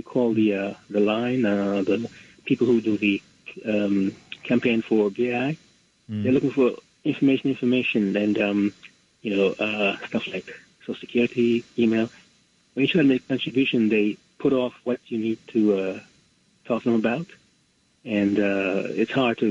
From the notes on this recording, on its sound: Listener Call In Show